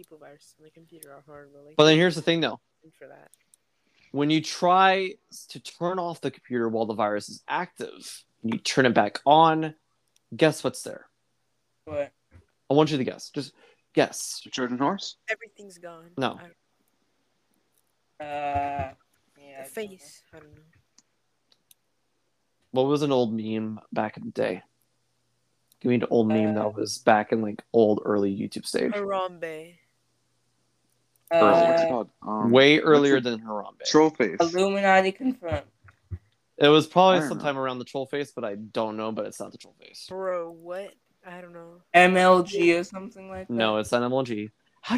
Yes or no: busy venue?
no